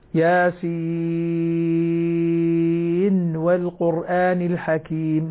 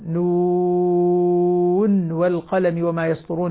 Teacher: وهناك استثناء آخر في الإدغام، وهو فاتحة ياسين وفاتحة القلم: ياسين والقرآن الحكيم، لا أدغم النون الساكنة في الواو، وأيضا نون والقلم وما يسطرون، لا أدغم النون الساكنة بالواو، تبقى مظهرة. إذن النون الساكنة مظهرة عند الواو في فاتحة ياسين وفاتحة القلم